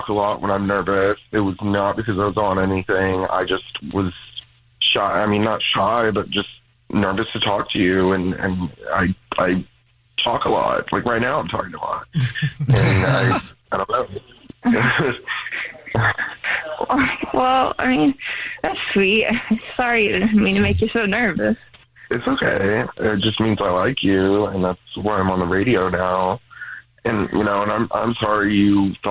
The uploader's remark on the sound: We get that other person on the phone